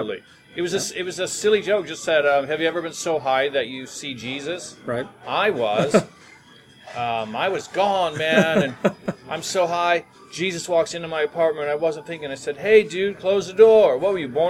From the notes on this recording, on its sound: We were at the Hollywood Casino in Mahoning Ohio, and that explains the background noise you hear.